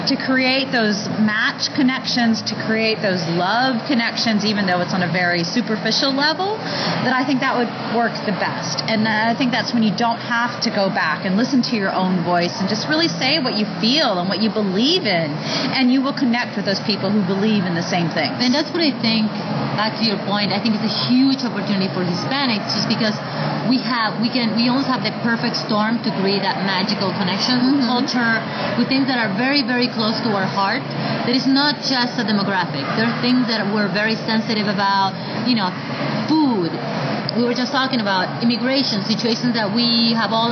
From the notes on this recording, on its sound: This is the next in the series of the Inside Hispanicize podcasts I recorded during Hispanicize 2015. These are a compilation of hallway conversations, short interviews and even short clip from one of the sessions.